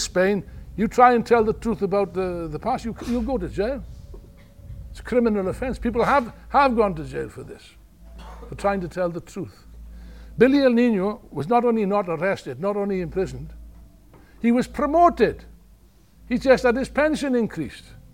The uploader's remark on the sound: In this talk from the main rally at Revolution Festival 2019.